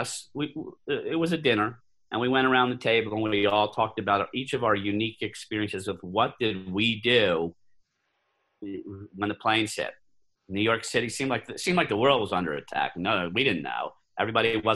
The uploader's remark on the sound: via Zoom